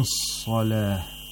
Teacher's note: The sad has the second highest level of tafkhim.